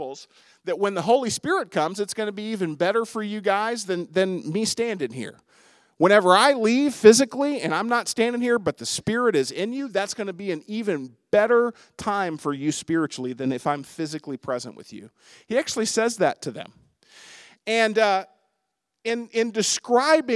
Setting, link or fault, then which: setting, large echoing room